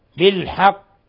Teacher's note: حالة الوقف على القاف نقلقلها قلقلة كبرى